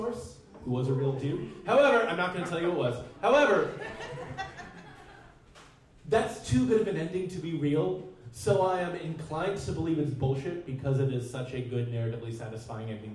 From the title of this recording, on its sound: Live at the Jack London